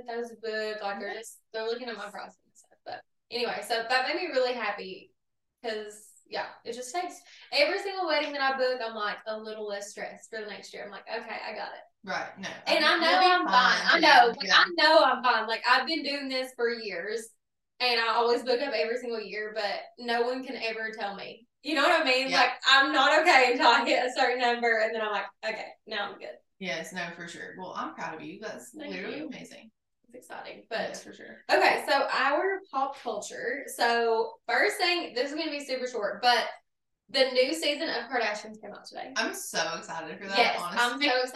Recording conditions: poor microphone